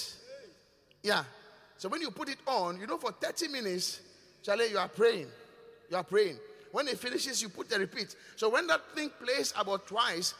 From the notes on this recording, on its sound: Preached at The Qodesh